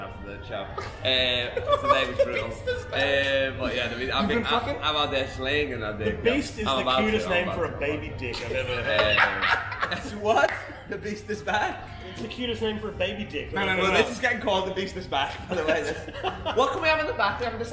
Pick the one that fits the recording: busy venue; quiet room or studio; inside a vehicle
busy venue